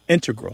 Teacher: the mathematicians and math-using scientists are more likely to say integral with the stress on the first syllable